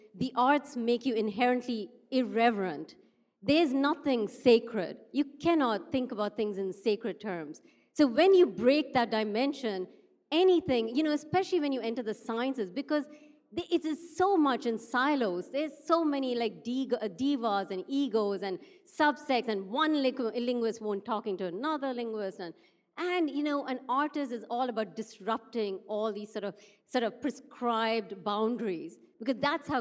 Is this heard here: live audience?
yes